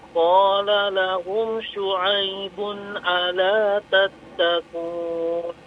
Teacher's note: ala tidak dipanjangkan a-nya